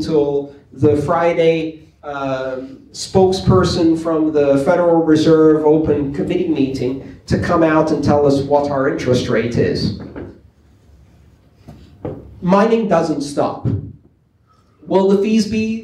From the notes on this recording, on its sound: The Silicon Valley Bitcoin Meetup group. Followed by audience Q&A.